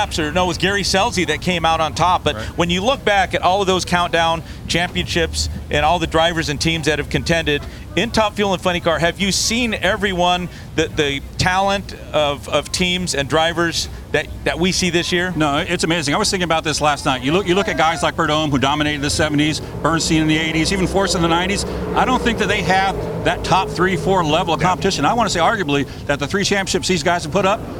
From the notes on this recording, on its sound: On this live edition of the NHRA Insider Podcast. It’s all LIVE from Pomona!